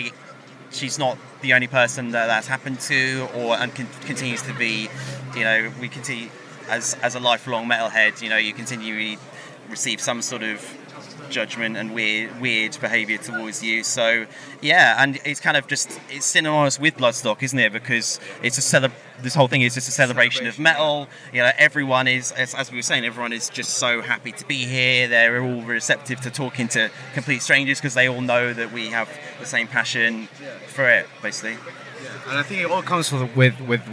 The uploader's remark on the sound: From our 'Live from Bloodstock 2023' series.